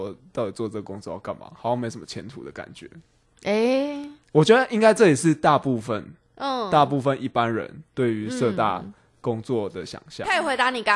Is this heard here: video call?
no